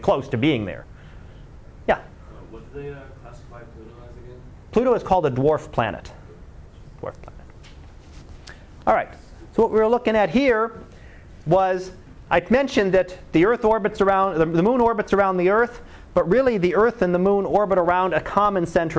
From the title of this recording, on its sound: Live Class Lecture